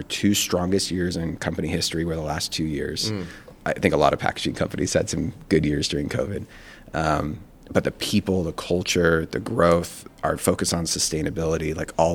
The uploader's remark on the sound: LIVE at Cosmoprof